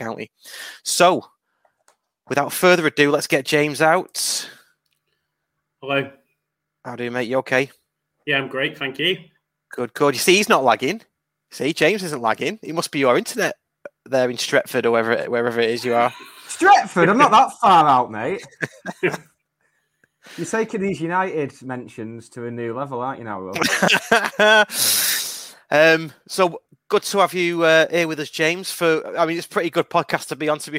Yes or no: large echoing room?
no